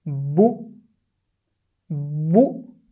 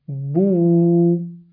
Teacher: if I double the length of the dhamma and say bu, two counts, twice the length of the dhamma, then it will be wawul mad · Shown in: second take